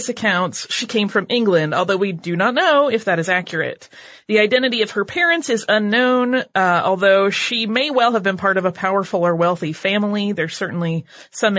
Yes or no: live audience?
no